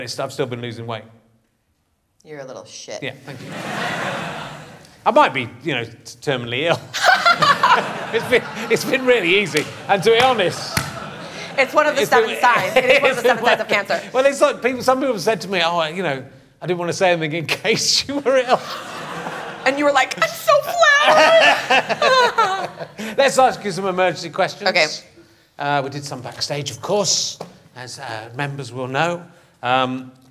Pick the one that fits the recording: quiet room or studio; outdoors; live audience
live audience